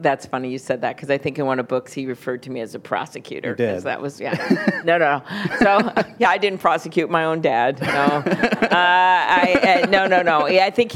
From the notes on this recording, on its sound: The Atlantic hosts its annual festival in our nation’s capital. On stage for a live taping of Radio Atlantic.